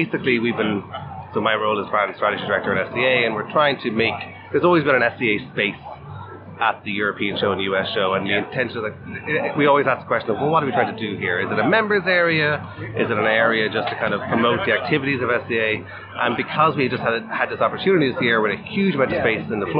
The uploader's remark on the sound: The recent Coffee Expo in Boston. Live from the chaos of the show floor.